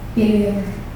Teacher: Bilir is rolled at the end. · Term: trilled sound